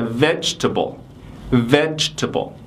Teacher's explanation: 道理是一样的，就是它这个后面这个后面的元音呢，你也可以省掉啊。一般我们在读的时候就会读成是 vegetable, vegetable. 你可以把这个 g 的这个音呢，直接改成是 z 啊